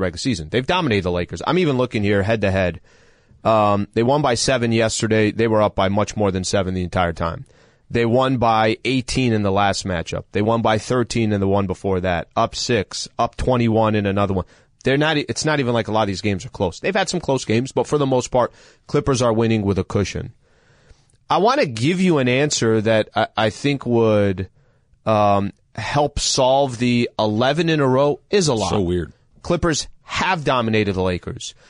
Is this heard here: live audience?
no